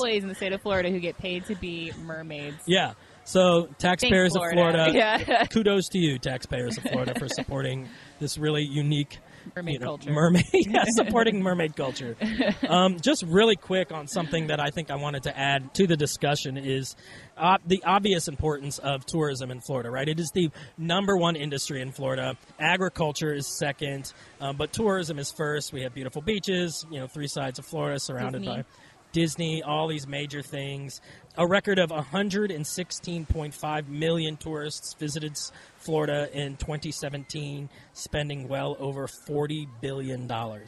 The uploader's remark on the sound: Marketing & PR Manager at Weeki Wachee Springs State Park, for allowing us to record in the park.